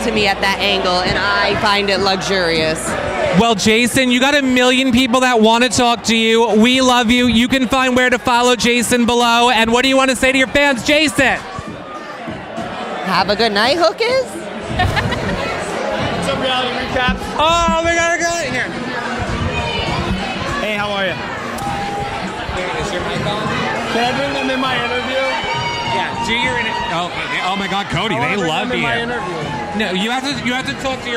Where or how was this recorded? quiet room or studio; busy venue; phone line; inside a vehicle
busy venue